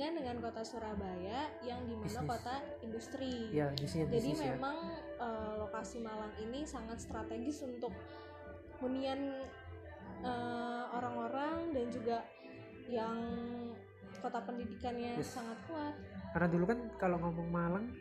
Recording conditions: background noise